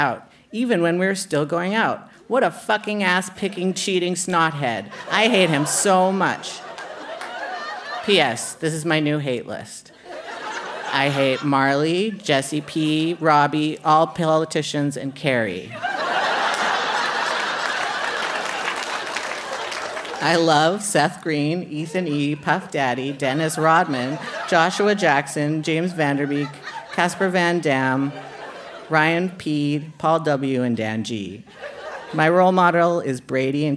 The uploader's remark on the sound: Recorded live at the Rio Theatre in Vancouver.